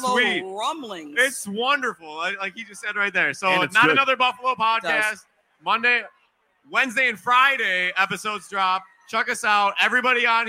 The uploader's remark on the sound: On Location at Resurgence. Live from Resurgence Brewery for the Buffalo Rumblings Beer Release.